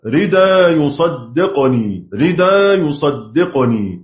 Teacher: نقل حركة الهمزة للساكن قبلها اللي هي الدال